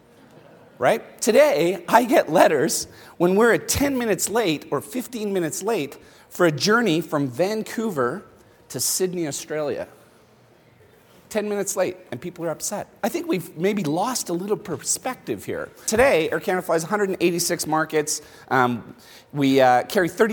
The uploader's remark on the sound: Banff. The Gathering is an exclusive union of the world's bravest brands. Addresses the conference.